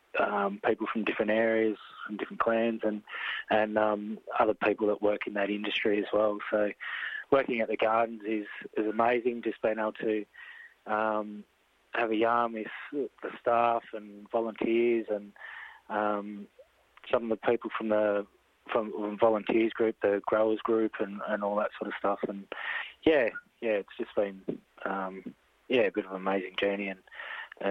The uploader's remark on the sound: phones